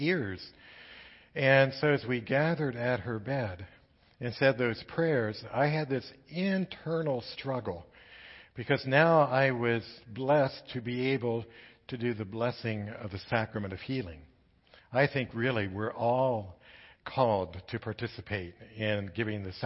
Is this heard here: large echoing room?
yes